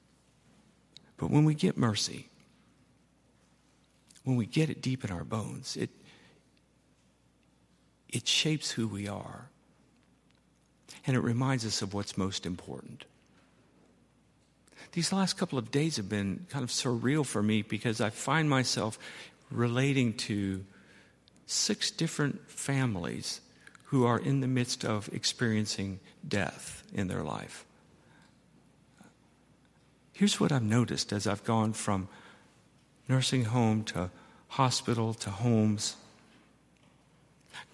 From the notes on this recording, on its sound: at Highland Baptist Church